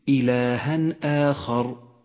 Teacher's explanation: يظهر التنوين وما بعده من غير غنة أو تشديد · Term: الإظهار